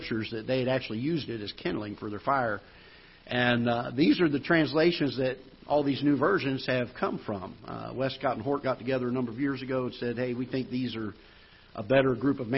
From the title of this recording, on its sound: Ketha Heights Baptist Church ~ Live Broadcast